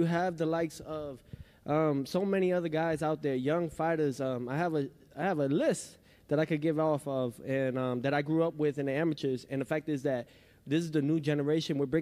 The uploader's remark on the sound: POST-FIGHT PRESS CONFERENCE